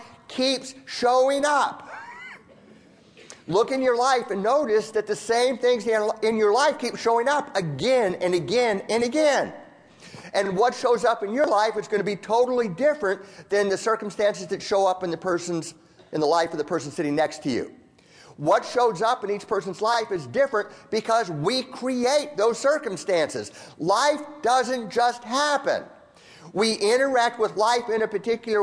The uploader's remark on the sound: A keynote address given to over 2,300 counselors and therapists